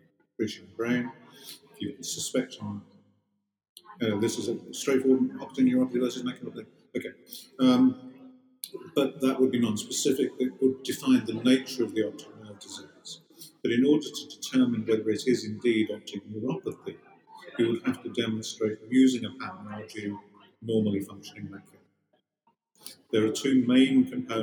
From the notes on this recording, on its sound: You will need to adjust your volume for this one! In this episode, we are recording from the NOSA 2018 meeting in Melbourne.